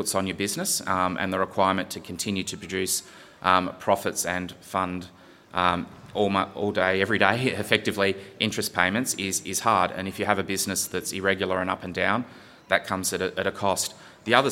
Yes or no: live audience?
yes